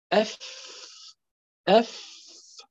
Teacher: مثال الأف بتصادم بطن الشفة السفلى مع الطرف الثنيتين العليين، يعني سنونذكم الاثنان اللذان في الوسط مع الطرف مع بطن الشفة السفلى، نقول أف أف.